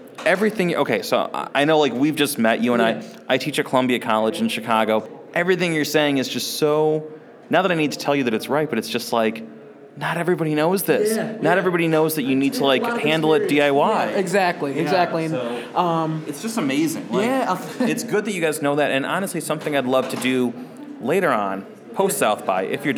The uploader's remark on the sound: Recorded at SXSW 2016